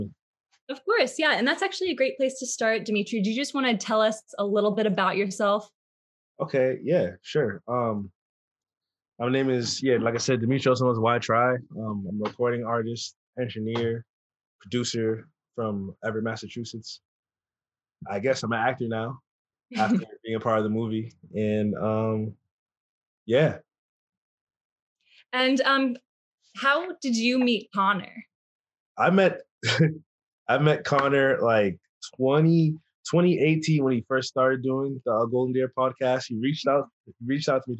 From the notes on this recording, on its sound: via Zoom